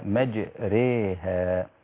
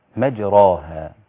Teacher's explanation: والإمالة هي أقرب إلى الياء منها إلى الألف · Shown in: first take